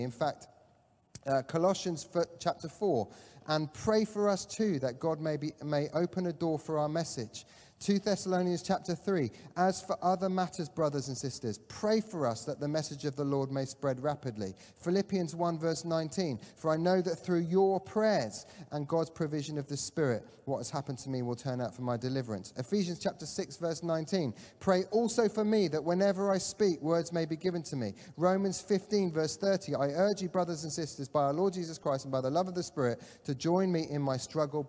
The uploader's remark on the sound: Catalyst Live Online Church Service.